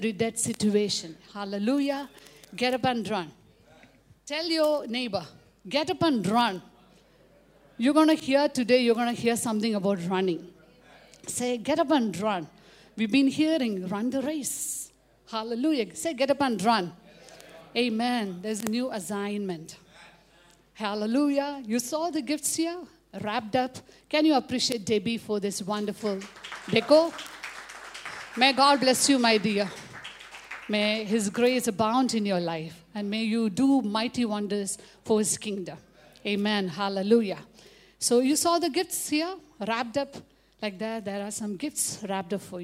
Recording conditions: live audience